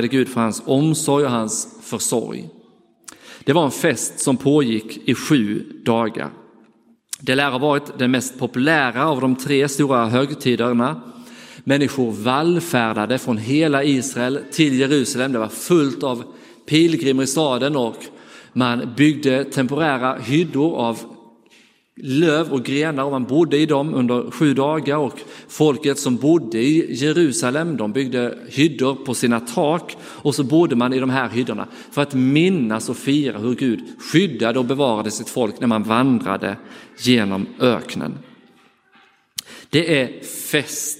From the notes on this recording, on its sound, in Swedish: Inspelad i Roseniuskyrkan.